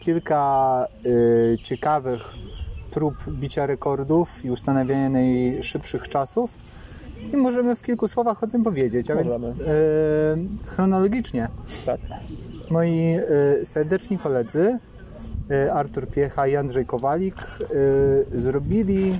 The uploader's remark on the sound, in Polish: Live z Dziewiczej Góry